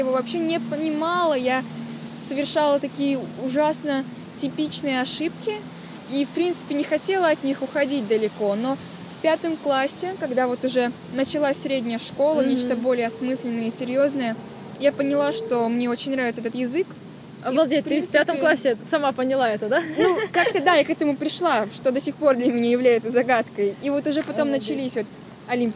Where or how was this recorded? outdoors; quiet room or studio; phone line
outdoors